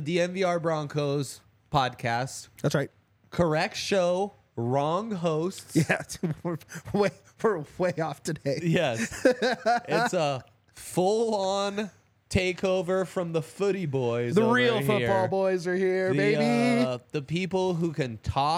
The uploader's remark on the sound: coming to you LIVE from the DNVR Bar